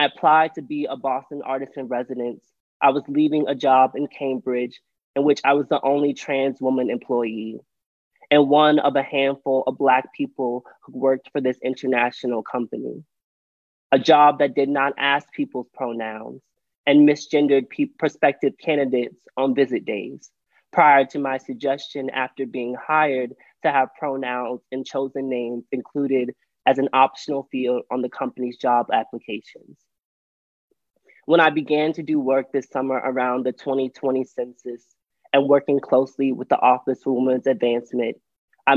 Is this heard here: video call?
yes